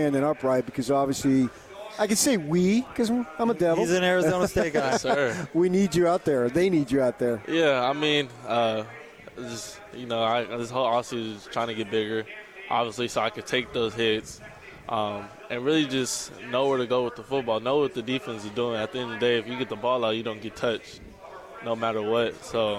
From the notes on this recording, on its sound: LIVE from Pac-12 Media Day in Los Angeles, CA.